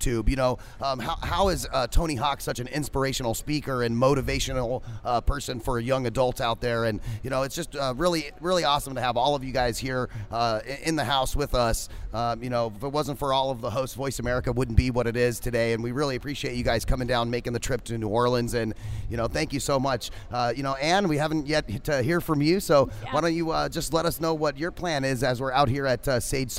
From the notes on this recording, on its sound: Live from #SageSummit. BROADCAST LIVE FROM THE SAGE SUMMIT 2015 IN NEW ORLEANS, LOUISIANA.